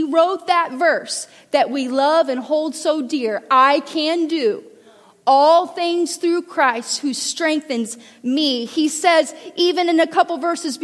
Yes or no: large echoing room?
yes